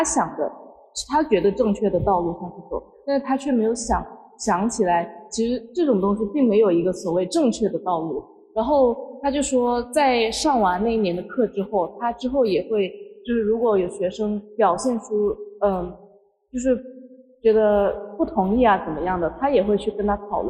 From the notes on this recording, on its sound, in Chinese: 由于现场环境影响，本次录音音质会有所下降，请大家见谅。